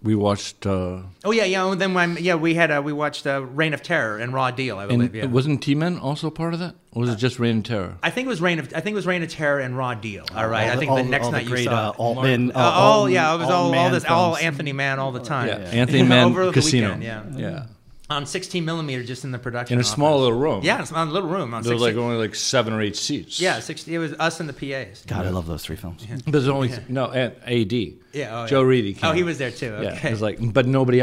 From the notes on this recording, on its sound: Recorded at Camerimage in Poland